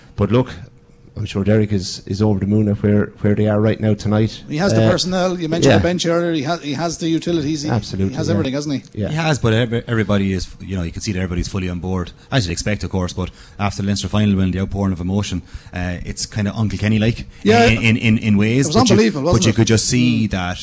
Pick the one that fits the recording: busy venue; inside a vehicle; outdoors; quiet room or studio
busy venue